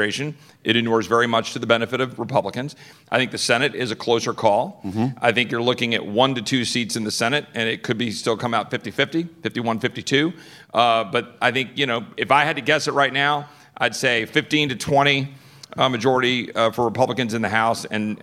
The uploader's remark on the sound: Live from the Texas Tribune Fest. A conversation before a live audience at the Texas Tribune Festival in Austin, TX.